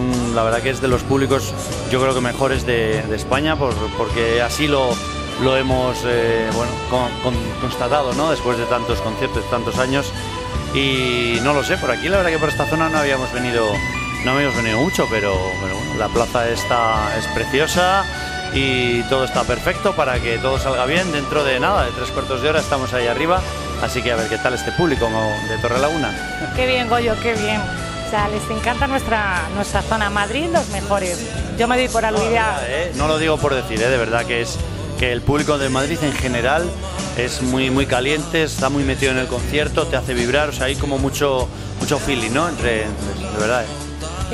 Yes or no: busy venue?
yes